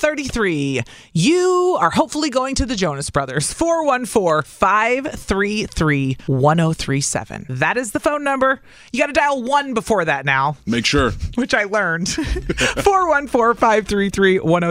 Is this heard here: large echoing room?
no